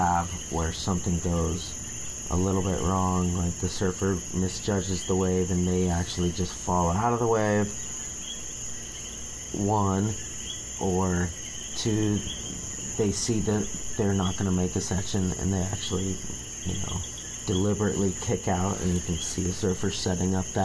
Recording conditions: outdoors